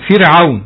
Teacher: مرققة لأنها ساكنة قبلها مكسور